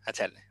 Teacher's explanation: Atel, you stress the second syllable